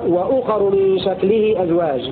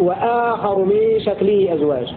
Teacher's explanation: بفتح الهمزة ومدها مد بدل · Shown in: second take · : وآخر من شكله أزواج.